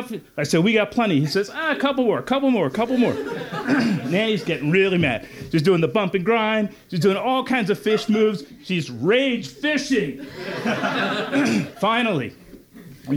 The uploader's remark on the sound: Handpicked stories from the 2022 Storytelling Festival in Kennicott-McCarthy. The Wrangell Mountains Center hosted 3 days of grassroots storytelling that summer, featuring local and visiting storytellers.